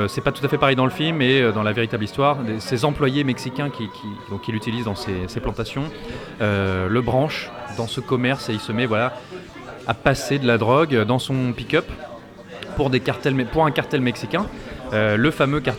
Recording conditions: busy venue